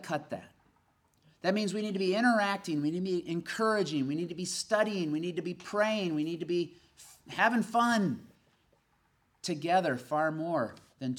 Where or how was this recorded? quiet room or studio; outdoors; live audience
live audience